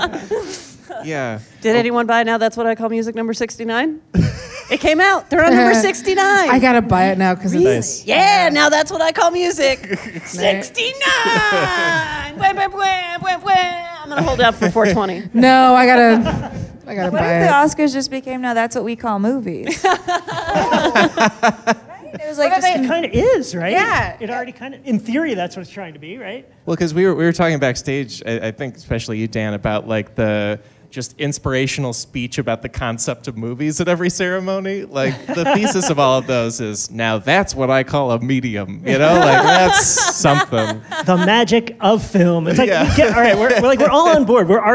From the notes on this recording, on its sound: This LIVE episode from the UCB Sunset Theatre in Los Angeles.